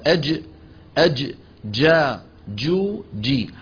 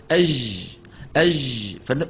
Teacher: بخلاف الجيم الفصيحة فإن صوتها محبوس · Shown in: first take · الجيم الفصيحة إخواننا هكذا أج أج جا جو جي، صوت محبوس.